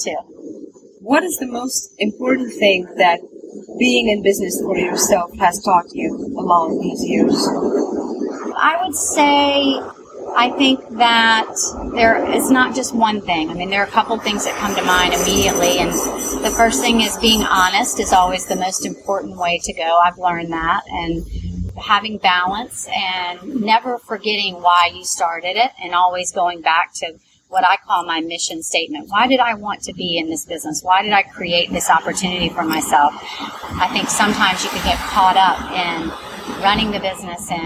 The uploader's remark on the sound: Interview recorded on the noisy street of Charleston, South Carolina.